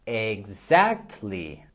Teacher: En la palabra exactly, vamos a subir la entonación en la segunda sílaba.